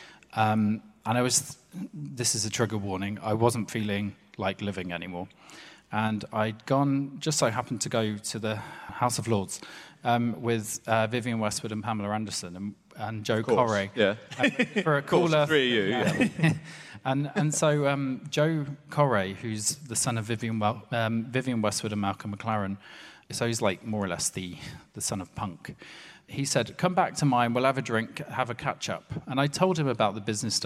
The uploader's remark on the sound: Live at Hay Festival